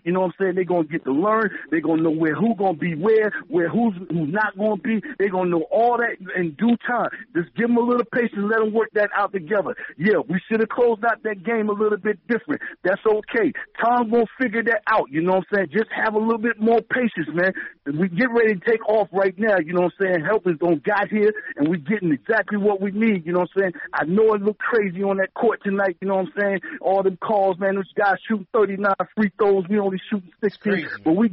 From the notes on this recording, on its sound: Take caller reactions from the fans around the world! Phone calls begin at 15:40.